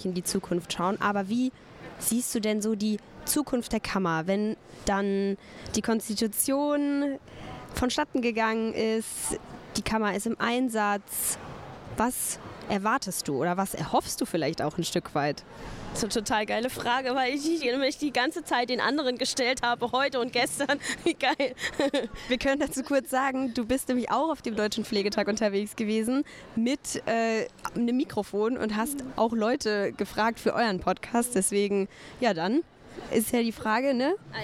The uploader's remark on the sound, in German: Live vom Deutschen Pflegetag 2022. Haben wir auch am zweiten Tag des Deutschen Pflegetags noch mit Expert*innen gesprochen.